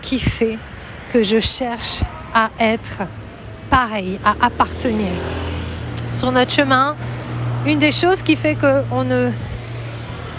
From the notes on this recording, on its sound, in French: Je marchais dans la rue quand tout à coup j'ai eu l'envie irrépressible d'enregistrer mes pensées, à l'arrache ! C'est un nouveau concept d'épisodes courts, enregistrés à la volée, avec les sons qui m'entourent, sur mon téléphone. Pas de grosse technique donc.